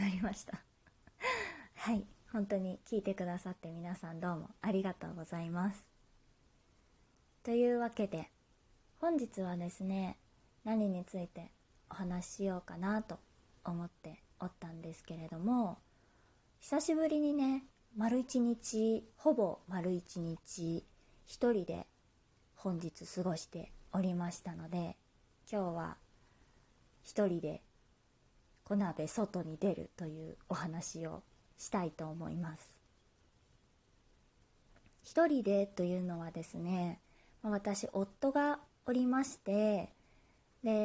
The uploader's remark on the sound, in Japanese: 自宅でスマホによる収録のため様々な騒音が収録されています、ご了承ください